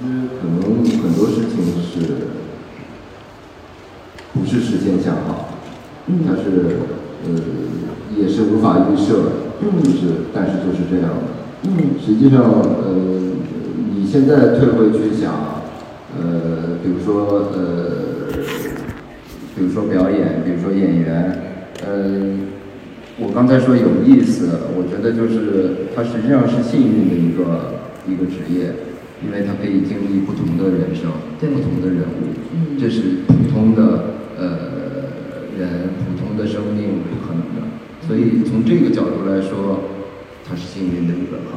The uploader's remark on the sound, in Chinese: 这也是我们作为受邀媒体带回来的现场的声音